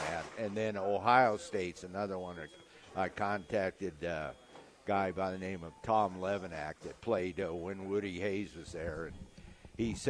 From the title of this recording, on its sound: LIVE at Wingstop